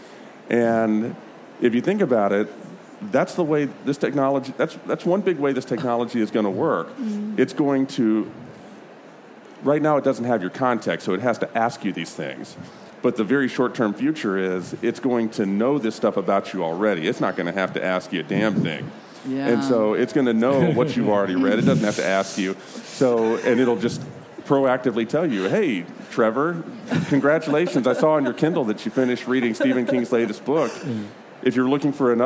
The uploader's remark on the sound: Recorded in front of a live audience at the 2019 London Book Fair.